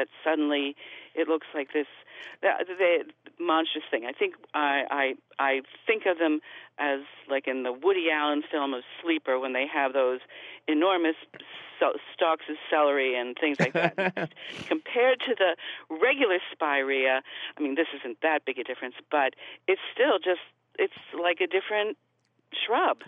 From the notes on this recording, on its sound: your useful phone calls!